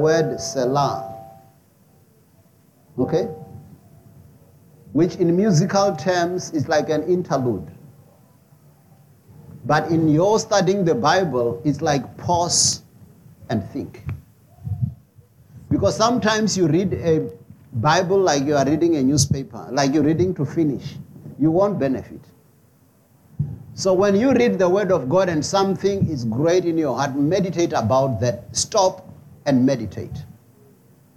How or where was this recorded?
large echoing room